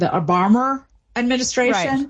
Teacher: And so that rule gets over applied to cases where it's possible there could have been an R, even though there actually wasn't. And so Obama and administration, you have an O and then an A. And so it's kind of inserted there as if there were an R, because it's sort of misanalyzed as having one. · Term: linking R